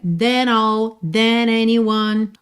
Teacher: O N de than já liga na vogal da próxima palavra.